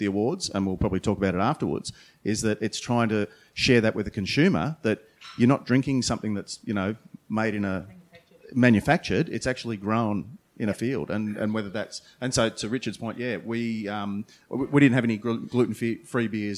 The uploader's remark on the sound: During the recent Good Beer Week in Melbourne, the Cryer Malt trade hub at BeerDeluxe was once again a focus for the brewing industry with a number of important trade discussions taking place. Brews News was able to be there to record some of these panels. This panel, held just hours before the Australian International Beer Awards presentation dinner.